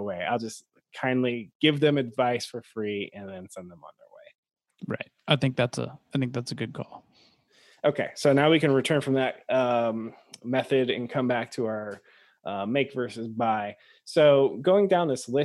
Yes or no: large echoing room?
no